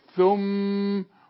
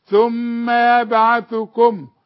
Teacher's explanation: والميم اللي عليها الشدة عند الوقف وعند الوصل تغن، نقول ايه ثم، شوف اذا وقفت ثم وعند الوصل ثم يبعثكم.